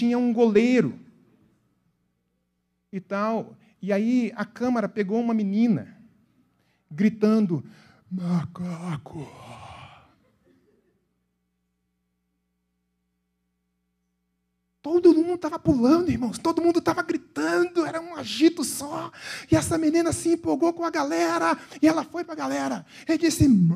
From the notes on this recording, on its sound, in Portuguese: na Igreja ABA Curitiba (Transmitido ao vivo)